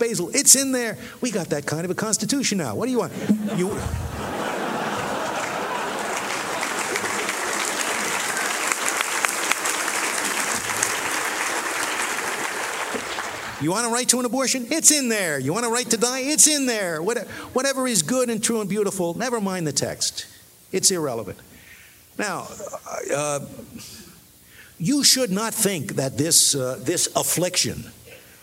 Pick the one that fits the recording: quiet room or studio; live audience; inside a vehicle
live audience